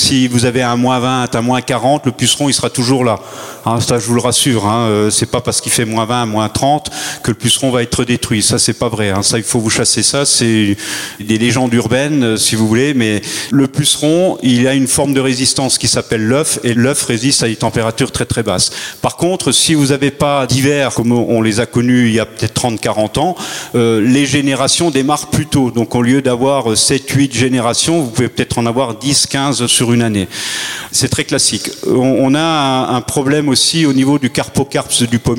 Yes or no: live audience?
yes